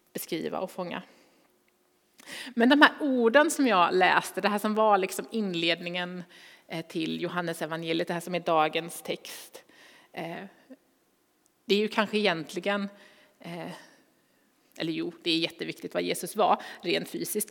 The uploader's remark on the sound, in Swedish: Inspelning från Immanuelskyrkan Skövde.